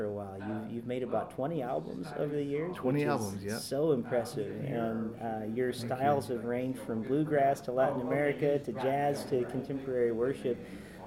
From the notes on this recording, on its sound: Sing 2019 Special. These conversations were recorded live at the 2019 conference.